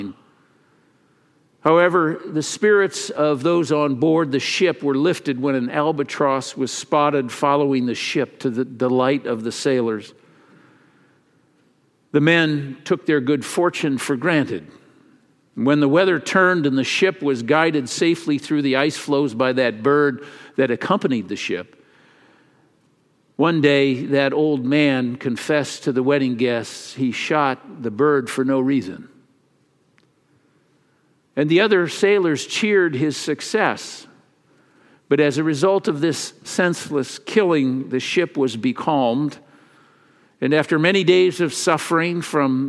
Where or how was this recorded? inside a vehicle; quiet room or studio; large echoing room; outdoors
large echoing room